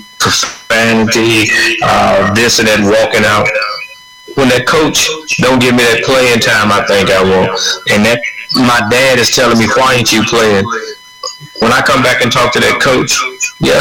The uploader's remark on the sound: Apologize for the technical difficulties.